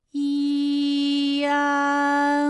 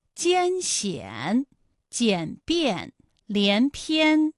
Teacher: 可以了。那最后这个声音呢，是从鼻腔里发出的，大家可以跟我练一组例词啊，参战。反感，烂漫。好，下面呢我们来发一安的发音。发音的时候呢，从前高不圆唇元音一开始，舌位向前低元音啊的方向滑降，舌位只降到半低前元音 i 的位置就开始升高，发 i 后软腭下降，逐渐增强鼻音色彩，舌尖迅速移到上齿龈，最后抵住上齿龈，做出发鼻音呢的状态。大家可以跟我来感受一下啊，一安，哎，这三个音发完整，我们每一个状态呢都能知道它的音的流向。当然，最后一定还是要归到鼻音呢才算是发完整。好，大家一起来跟我来发下面这组词：艰险、简便、连篇。好，我们继续再来发乌安。乌安的发音的时候呢，是从圆唇的后高元音乌开始，口型迅速的由合口变为开口状，舌位向前迅速滑降到不圆唇的前低元音啊的位置呢就开始升高，发啊后软腭下降，逐渐将鼻音色彩